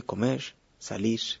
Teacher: esta R, en palabras como comer, salir, se hace fricativa, se hace silbante y a veces hasta sorda